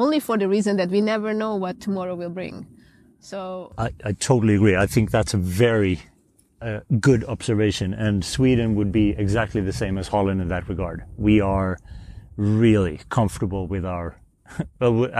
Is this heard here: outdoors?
yes